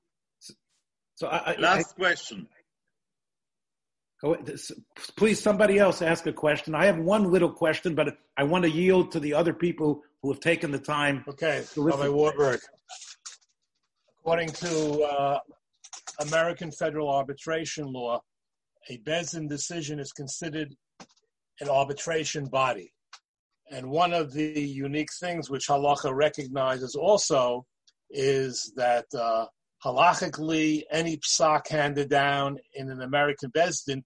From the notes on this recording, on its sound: this ZOOM presentation